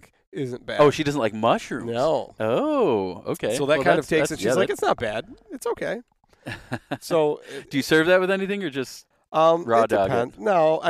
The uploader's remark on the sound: We sat in a park at a picnic table